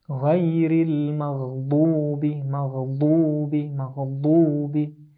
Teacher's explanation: Now, as you can see in the figure, one of the edges of the tongue, no matter the right side or the left side, although most of the people are more convenient to use the left side, but it doesn't matter. Either right or left side of the tongue touches the inner edge, the upper inner edge of the molar. So as you can see in the figure, the edge of the tongue touches that part of the molar, and then Dad is pronounced.